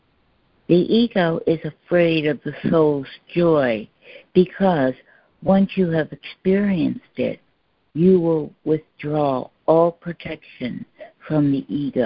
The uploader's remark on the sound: ACIM Daily Conference Call